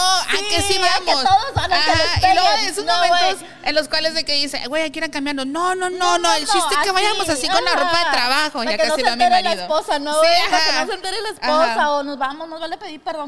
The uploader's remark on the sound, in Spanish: En vivo desde La Huacana Night Club